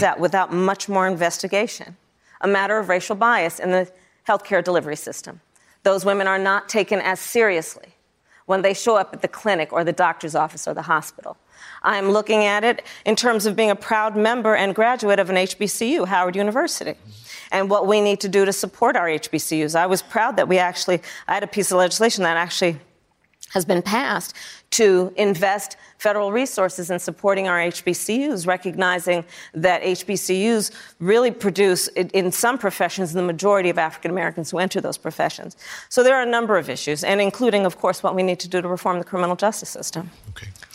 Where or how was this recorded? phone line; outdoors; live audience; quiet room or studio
live audience